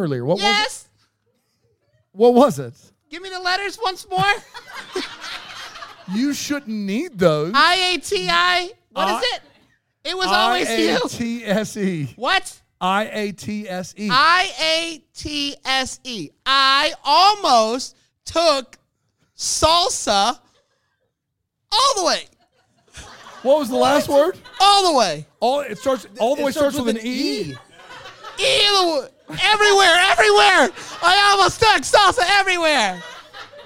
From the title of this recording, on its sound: LIVE FROM BRAMBLE FEST